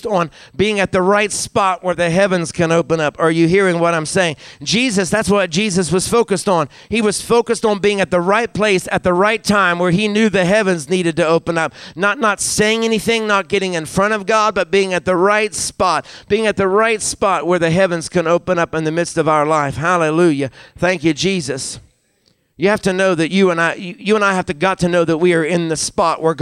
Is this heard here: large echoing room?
yes